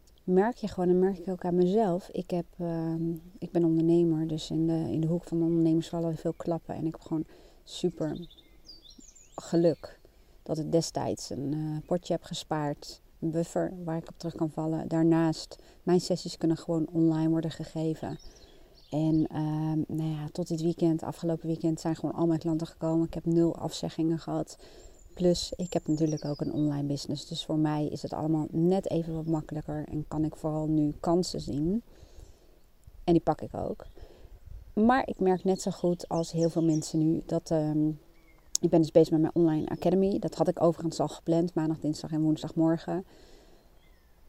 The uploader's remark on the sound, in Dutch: Niet door mij maar door de achtergrondgeluiden!